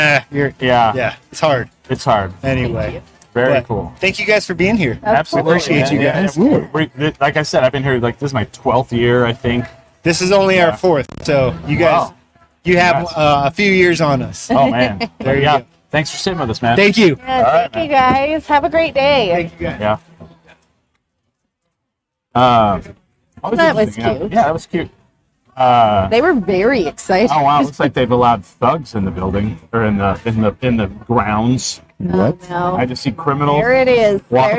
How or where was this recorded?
busy venue